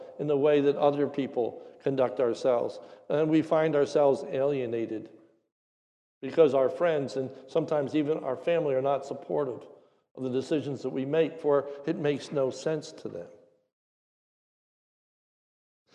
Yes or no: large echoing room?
yes